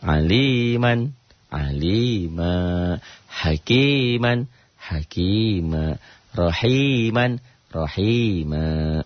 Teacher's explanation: Dua fathah dibaca satu, jadi panjang kayak matobi'i. Makanya saya katakan matobi'i, mad asli, asli awal mula panjang. · Term: mad iwad